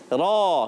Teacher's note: جی ہاں رو پڑھنا ہے، بغیر ہونٹ گول کیے پڑھنا ہے